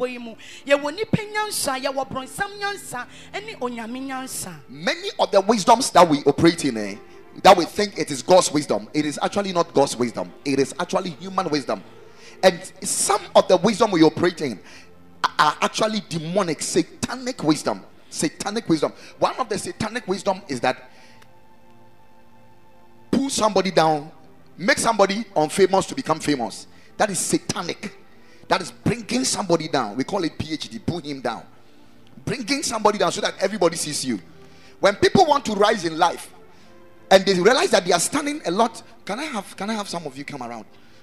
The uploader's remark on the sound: Preached at a Wedding Service at the Ekklesia Temple